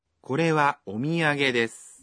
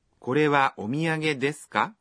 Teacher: Tunachofanya ni kuongeza kitamkwa ka mwisho wa kila sentensi na kusema kwa toni ya juu. · Shown in: second take